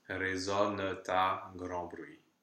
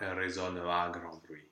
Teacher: a silent consonant at the end of a word that gets pronounced because of the fact that it's followed by a word that starts with a vowel · Shown in: first take · Term: liaison